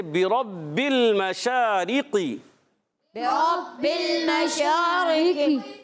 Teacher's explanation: اور قاف کے نیچے زیر، یہ بھی قاف کو ہم نے اس کو کھینچنا نہیں ہے، حرکت کو کبھی بھی کھینچتے نہیں ہیں، مگر قاف موٹا رہے گا. ہاں یہ ہے کہ اس کی صفت استعلاء میں کچھ کمی آتی ہے، کمی آئے گی، مگر پر رہے گا.